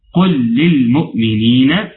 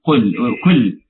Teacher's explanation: قل لازم نفخم القاف جيدا خوفا من كل · Shown in: first take